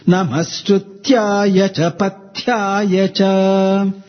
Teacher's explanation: The second thya, see, Pathyaya, Pathya, extra stress you are supposed to give.